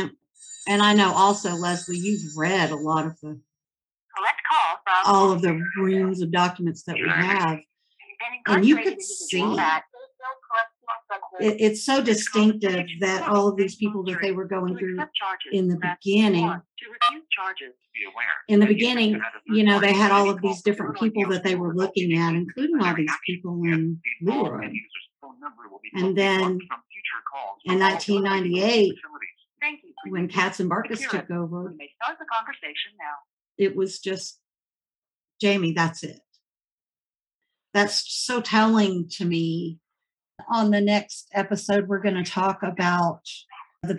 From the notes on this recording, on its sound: Snow & Tell Zoom Discussion. ZOOM discussion Saturday afternoon with family and supporters.